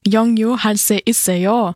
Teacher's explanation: am Ende der Frage geht man auf eine besondere Art und Weise mit der Stimme nach oben